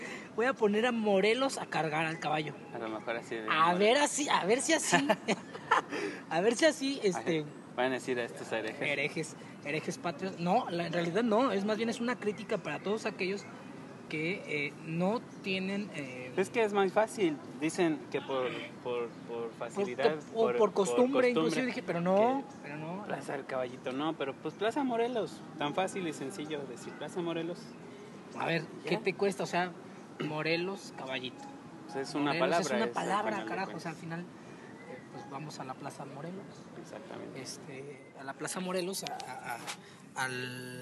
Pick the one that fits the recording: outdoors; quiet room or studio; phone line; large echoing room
outdoors